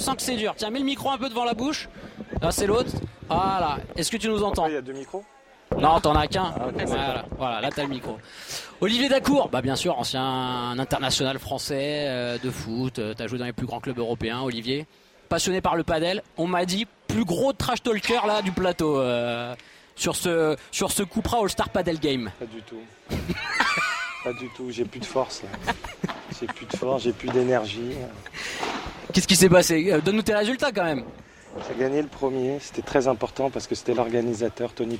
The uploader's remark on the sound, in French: Viva Padel en direct du Human Padel Open à Toulouse.